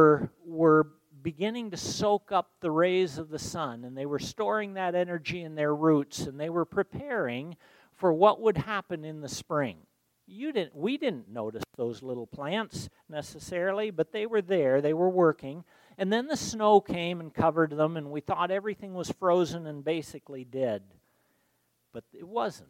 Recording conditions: large echoing room